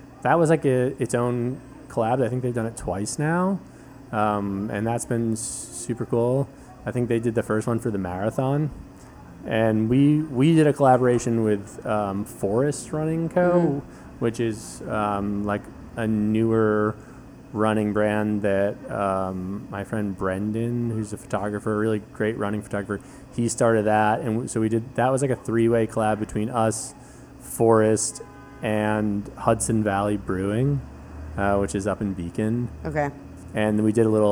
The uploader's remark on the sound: This weeks podcast was recorded in As Is NYC - a bar in Hell's Kitchen.